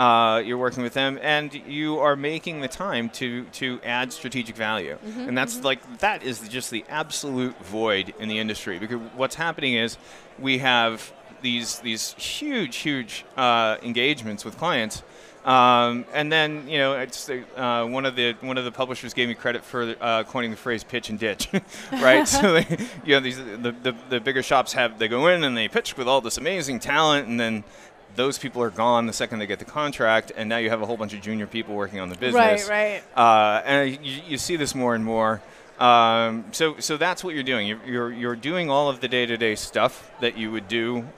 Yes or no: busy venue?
yes